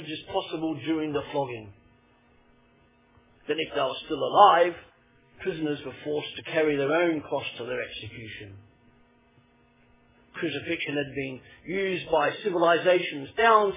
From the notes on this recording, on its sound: Originally preached at Poulner Chapel 25 March 2012